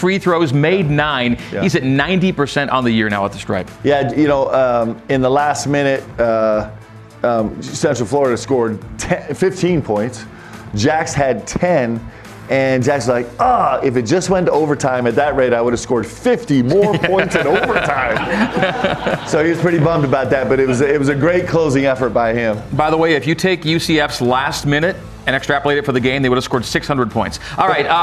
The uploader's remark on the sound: a live audience